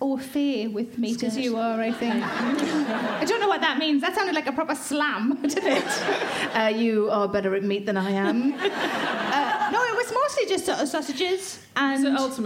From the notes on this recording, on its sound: Recorded at the Leicester Square Theatre, London on February 14, 2017.